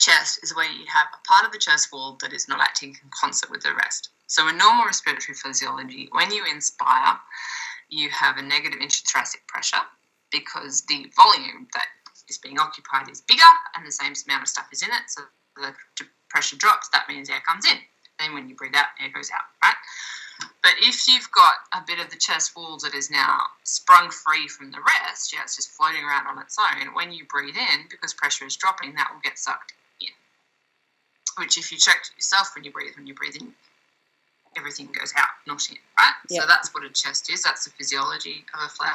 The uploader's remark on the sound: Slightly poor audio, we'll blame the 10 573 miles between us.